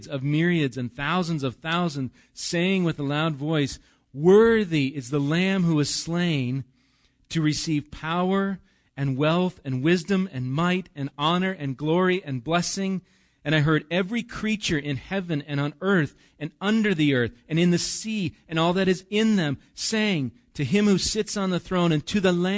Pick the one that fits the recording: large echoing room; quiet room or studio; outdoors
large echoing room